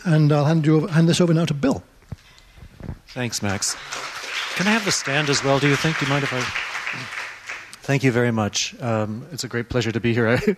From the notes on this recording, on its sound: from the 2009 Dancing on the Edge Festival.